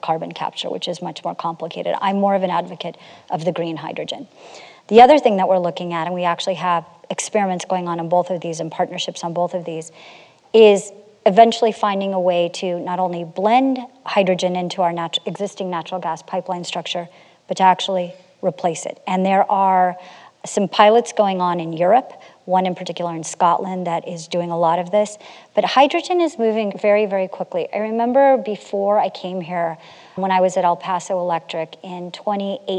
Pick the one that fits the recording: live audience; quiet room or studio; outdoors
live audience